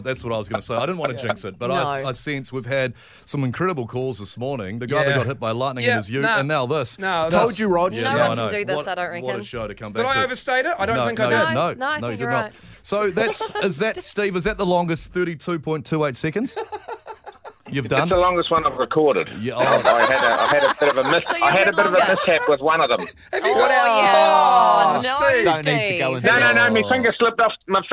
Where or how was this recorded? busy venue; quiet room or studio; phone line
phone line